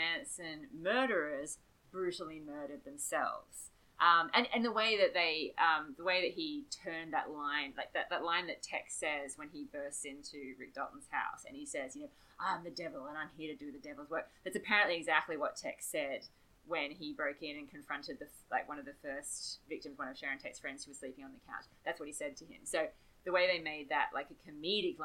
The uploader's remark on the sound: Advance apologies for the variable audio quality on this one!